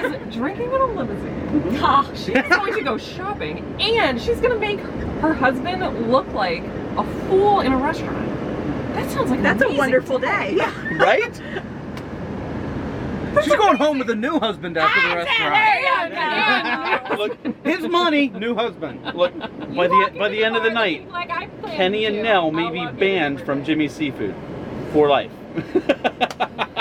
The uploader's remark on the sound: recording while skydiving!